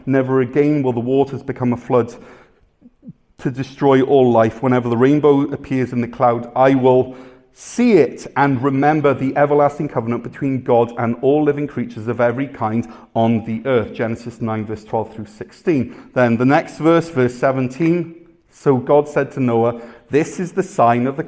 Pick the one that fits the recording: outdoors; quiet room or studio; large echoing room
large echoing room